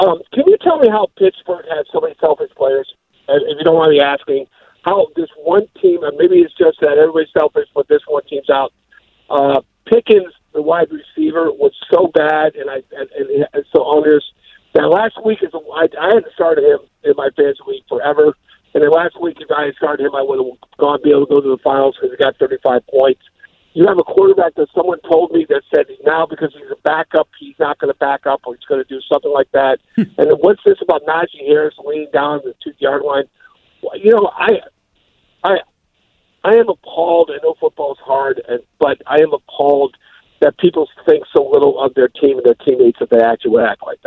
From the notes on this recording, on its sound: Then we take some calls. Taking some calls.